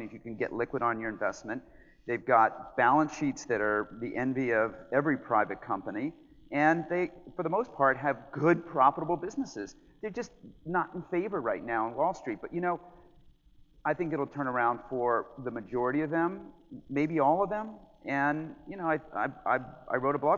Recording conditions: live audience